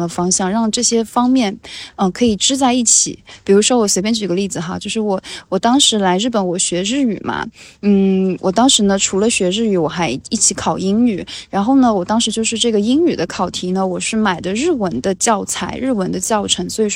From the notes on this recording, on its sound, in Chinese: 又坐在神社的树下录了这起播客。录音的时候人们来来去去，说话的声音，水流声，树叶的沙沙声，摇铃铛的声音。